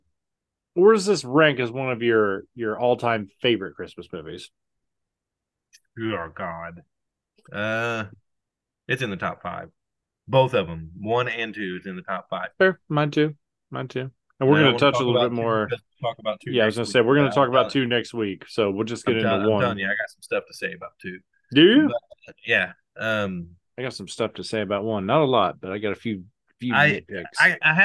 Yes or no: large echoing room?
no